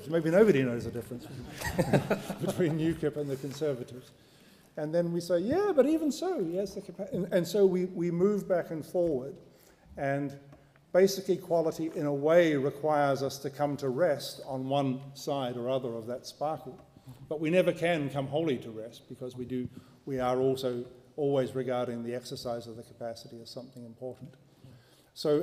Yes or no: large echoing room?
yes